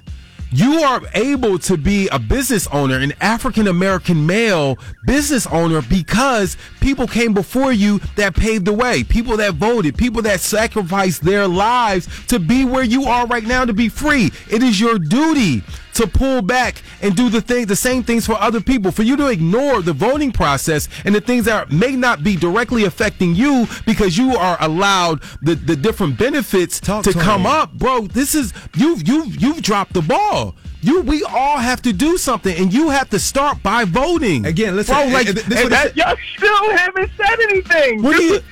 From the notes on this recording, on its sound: a friend who called